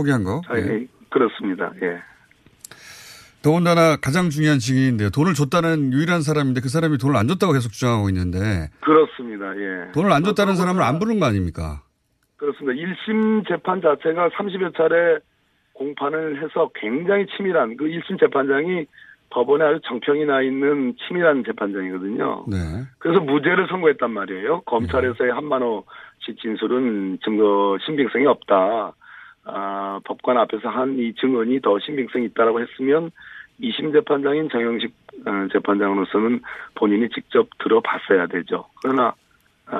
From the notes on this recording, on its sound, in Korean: 전화연결